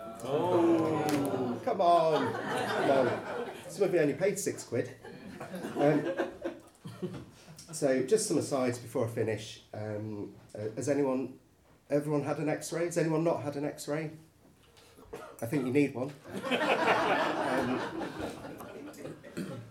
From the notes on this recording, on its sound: Recorded at Wygston's House in Leicester on Sunday 12th February 2023, as part of the Leicester Comedy Festival.